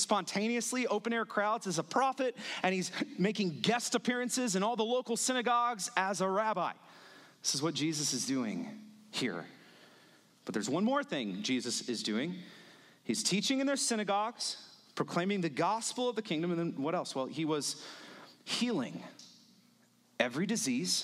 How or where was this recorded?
large echoing room